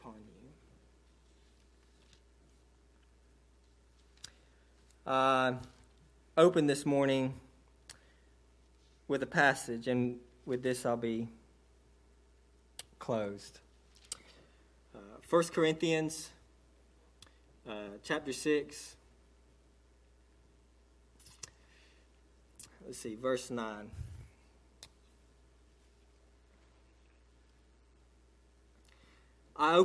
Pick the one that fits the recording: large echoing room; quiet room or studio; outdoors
large echoing room